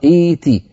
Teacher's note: نبدأ بها مكسورة لأن التاء مكسورة